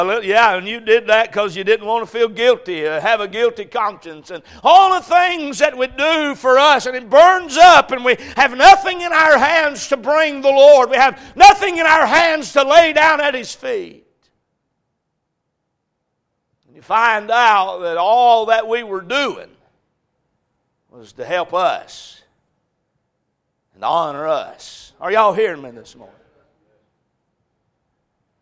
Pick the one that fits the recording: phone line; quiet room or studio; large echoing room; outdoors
large echoing room